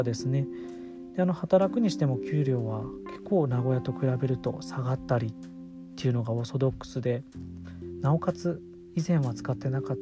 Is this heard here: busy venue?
no